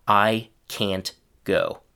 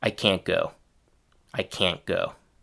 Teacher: However, there's still one important difference between the book pronunciation and the real-world one, which is that the final t sound changes into a stopped partial pronunciation of the t · Shown in: second take · Term: partial stopped t